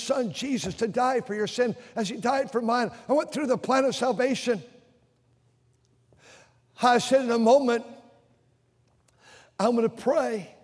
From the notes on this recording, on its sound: during the Sunday Morning service on March 19, 2023, at North Valley Baptist Church in Santa Clara, California.